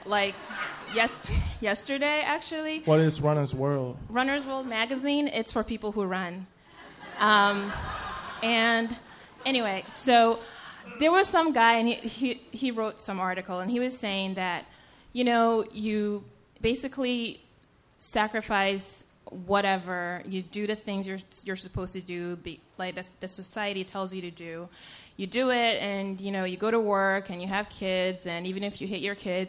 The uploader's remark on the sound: from our October regular show at Housing Works Bookstore